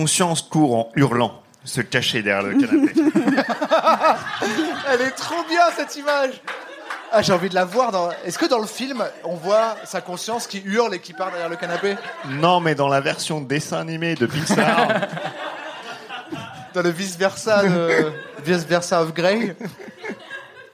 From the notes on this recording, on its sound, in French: en public au Charlie et sa bière à deux balles